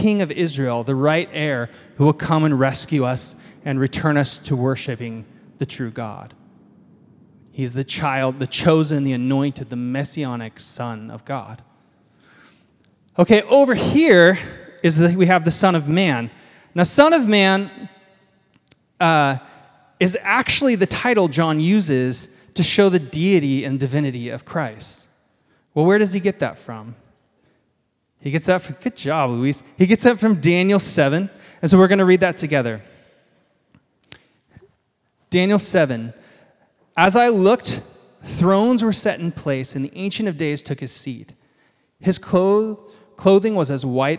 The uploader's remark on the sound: This is a live recording of our final House of Learning event from 2023 (Nov 26). The goal of the night was to share a meal and humbly learn from the first 300 years of church history all about what it means to love and follow Jesus.